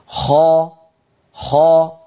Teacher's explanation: الصوت مضغوط إلى قبة الحنك ولكن الفم ليس فيه انغلاق